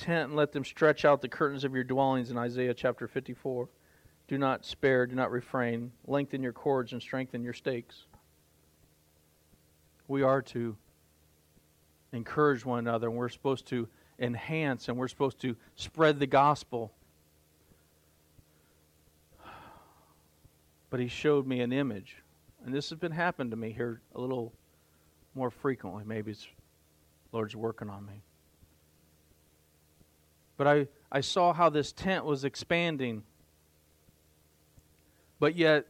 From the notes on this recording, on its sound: The Message you are about to hear was recorded Live at The River Worship Center, Warsaw Indiana.